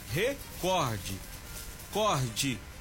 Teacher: com acentuação tônica na sílaba cor, sendo uma palavra paroxítona